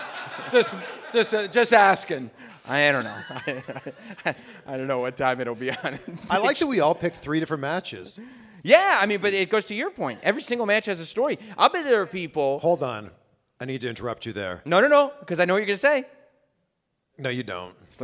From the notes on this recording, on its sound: LIVE in Detroit.